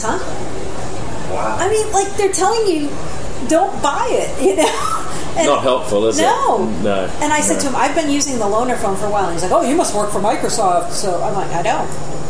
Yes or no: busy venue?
yes